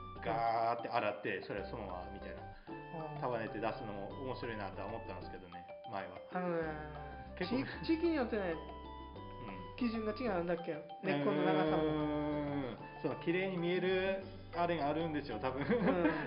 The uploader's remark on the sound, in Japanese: 雑音が酷く、切った貼ったで うまく伝わらないところもあるかもしれません。